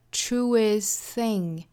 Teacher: 首先呢，我们要把这个 t 的发音给省略掉，让 truest 里面的 s 跟 thing 去连接